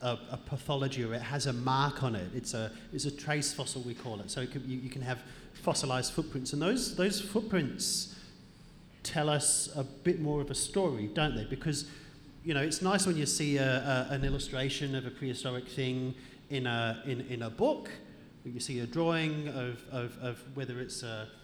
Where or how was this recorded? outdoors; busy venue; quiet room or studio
busy venue